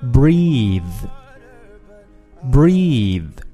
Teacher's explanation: but I'm breathing fine.那么我们注意一下这个单词的发音，就是呼吸这个单词。当动词来讲的话呢，它的发音是 breathe, breathe.但是如果我们说把它这个词性变成名词，比如说这个人呼出的这个口气啊，它的发音叫 breath, breath,所以这个单词的发音要格外注意哦，就是在结尾的这个 th 上面，你的牙啊这个舌头呢必须要放到上牙齿跟下牙齿的中间，然后呢一个是要声带震动，那么这个单词就是 breathe, OK, 要声带震动的结尾这个辅音。而如果是把它转化成它的这个名词形式，叫 breath, breath,哎，声带就不用震动了。所以这个单词的发音要格外注意一下哦。那么接下来呢，他说 You're crazy and I'm out of my mind.那么这个地方